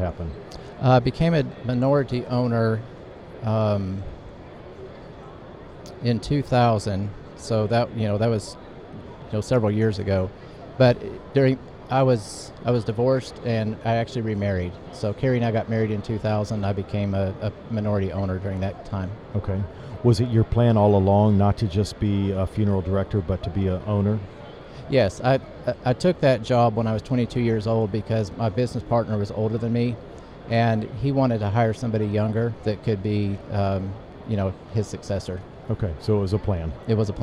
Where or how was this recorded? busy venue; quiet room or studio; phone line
busy venue